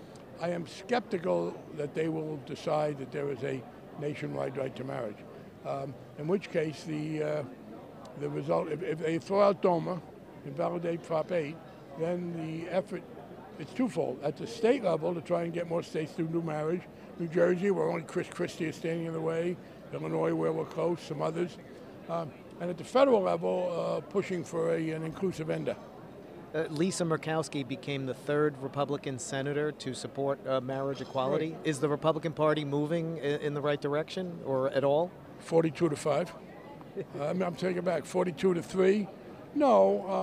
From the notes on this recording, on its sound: from the Netroots Nation Conference in San Jose